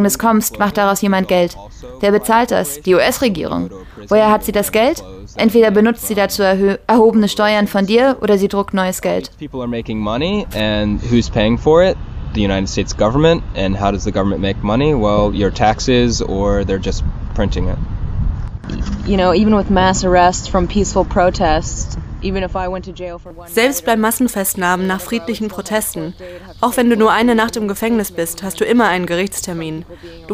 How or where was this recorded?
busy venue